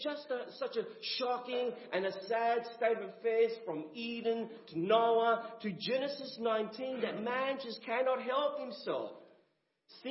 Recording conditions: large echoing room